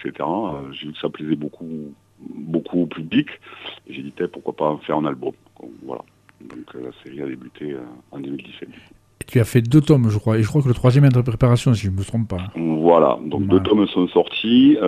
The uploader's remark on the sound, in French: Reçoit par téléphone le dessinateur.